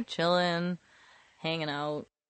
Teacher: We often don't pronounce that G at the end just because we're so relaxed and our mouths are so relaxed. · Term: drop the G